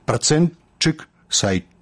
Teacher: гук «т» павінен зліцца з наступным «ш» у гук «ч»